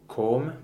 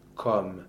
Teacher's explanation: Right, and in French it's an open O. · Shown in: second take